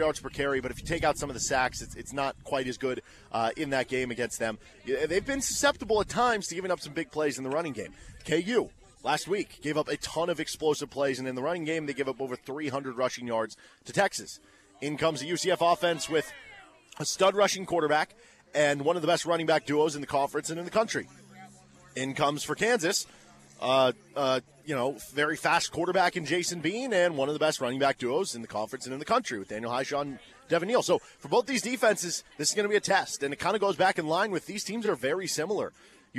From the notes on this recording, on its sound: live at Big Mill ahead of KU vs UCF football on 10/7/23